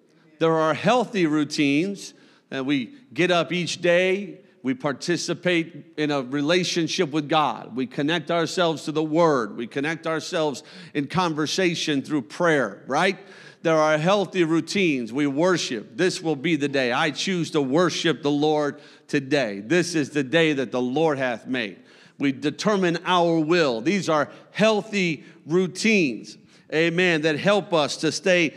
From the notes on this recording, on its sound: A service recording from Connect Point UPC.